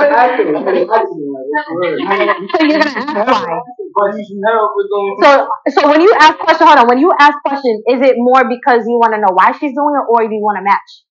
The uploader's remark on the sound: I do apologize for the poor audio as I am learning as I go through this journey.